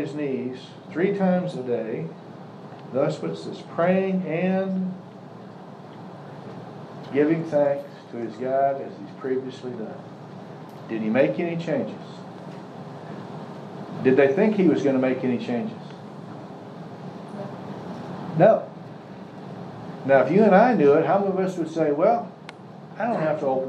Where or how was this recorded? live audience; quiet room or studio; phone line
live audience